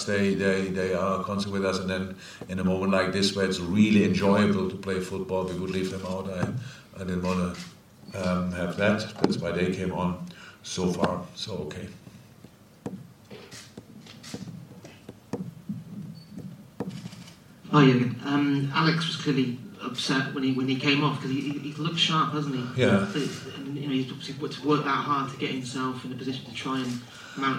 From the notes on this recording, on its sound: Post-Match Press Conference. Spoke to the media at his press conference after Liverpool beat Crystal Palace 2-0 in Singapore.